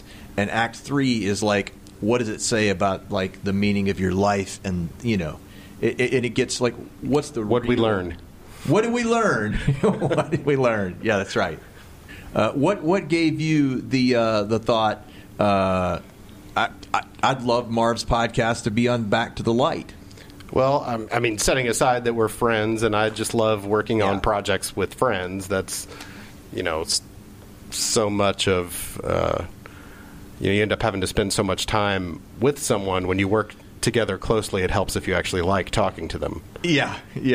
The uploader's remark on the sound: LIVE at The Memphis Listening Lab. In front of a live audience.